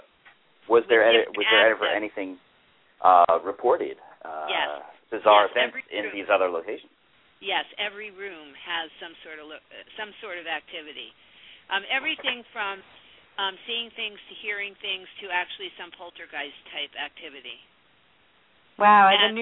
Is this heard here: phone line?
yes